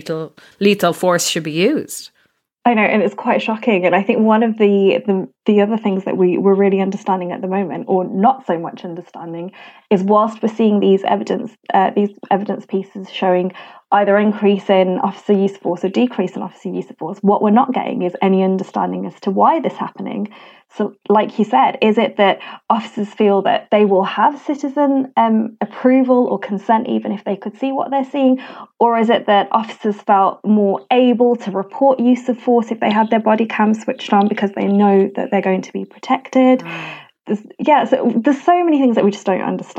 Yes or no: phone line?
no